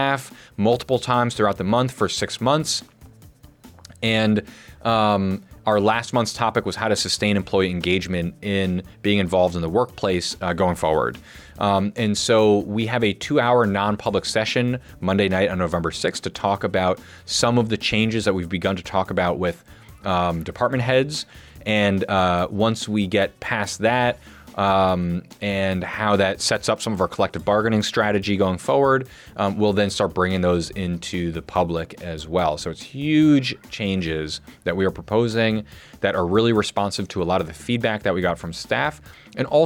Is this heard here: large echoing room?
no